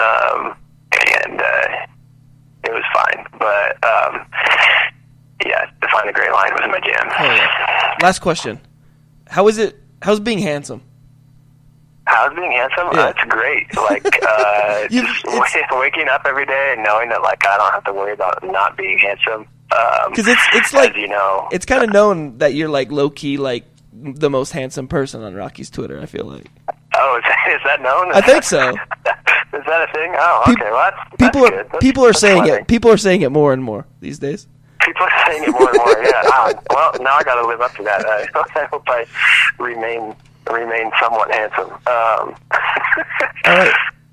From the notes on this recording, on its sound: We did this one on the phone and I swear to you I got it to sound as decent as humanly possible.